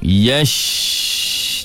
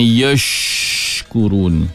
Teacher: Jadi jangan muncung mulut, jangan yosh, angin keluar banyak. Angin itu bertebaran dalam mulut. Perinciannya 2/3 dalam mulut, 1/3 sahaja keluar. Yash, yash, jangan yosh. · Term: Intisharur rih